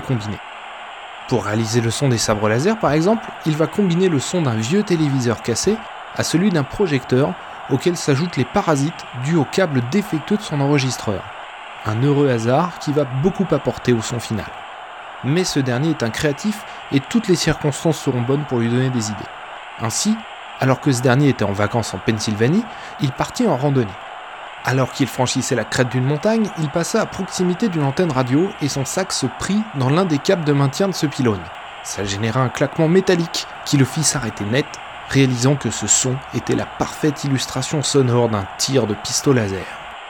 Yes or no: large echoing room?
no